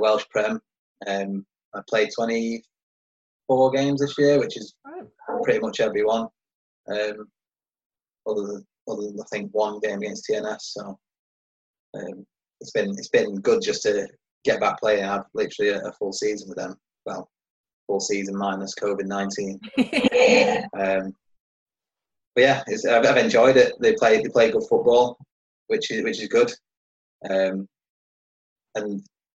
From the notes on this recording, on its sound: Zoom special. In a live video chat.